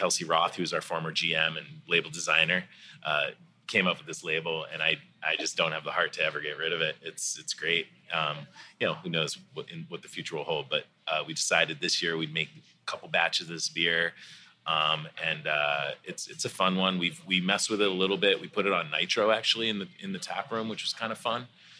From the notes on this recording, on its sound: The legendary Beer Bar, Deep Ellum in Waltham, MA, has been reborn! Just outside of Boston. At Deep Ellum beer bar.